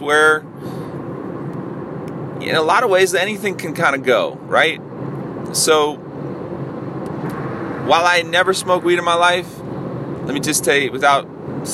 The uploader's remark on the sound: a solo dolo podcast while i was driving